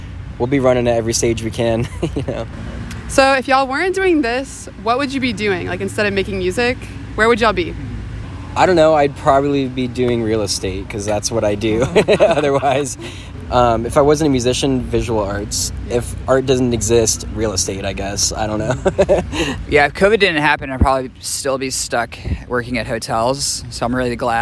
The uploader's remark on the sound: at the Shaky Knees Music Festival, April 30, 2022